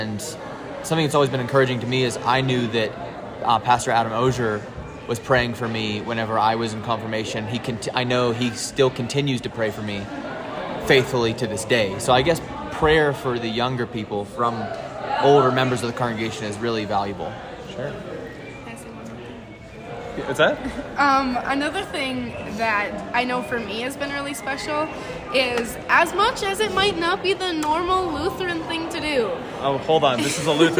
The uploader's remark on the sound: Mid-week at FLY 2023